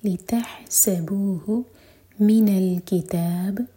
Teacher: ہا حلق سے سین پر سیٹی والی آواز اور لائٹ